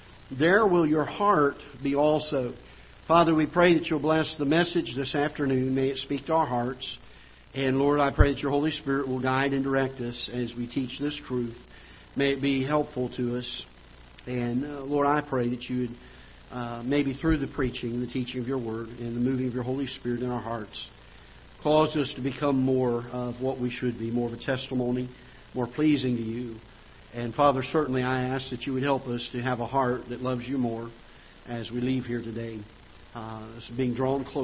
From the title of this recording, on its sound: Ketha Heights Baptist Church ~ Live Broadcast